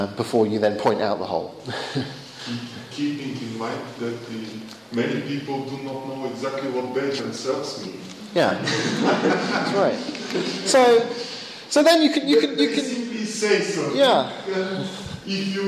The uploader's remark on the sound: Bulgarian apologetics conference, September 2011.